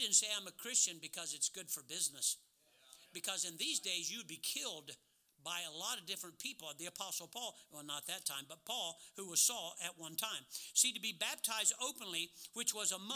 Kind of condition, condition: setting, large echoing room